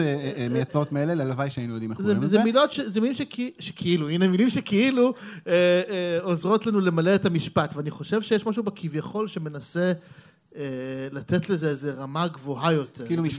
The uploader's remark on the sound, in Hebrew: לראשונה על במה ומול קהל חי, "פופ אפ" במהדורת לייב במסגרת פסטיבל "מילה" בבית רומנו בתל אביב.